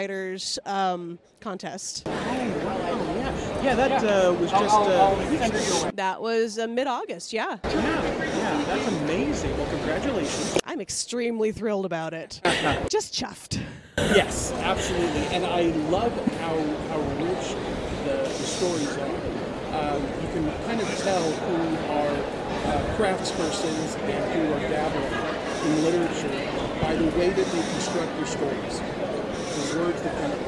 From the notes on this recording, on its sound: Author Interviews Live From FanX.